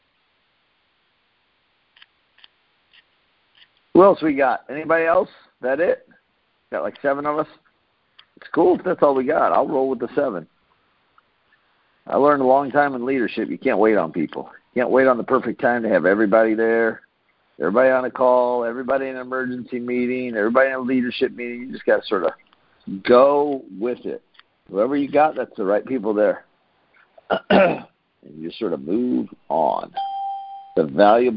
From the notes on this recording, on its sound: Team Freedom conference call on 7/5/19.